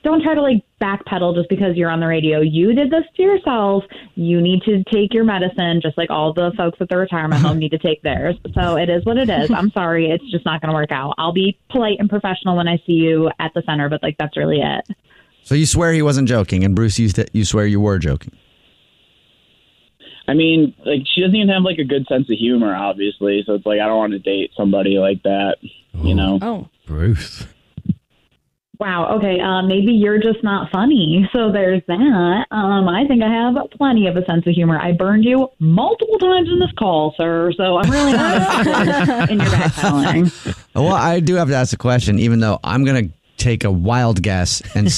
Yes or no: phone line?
yes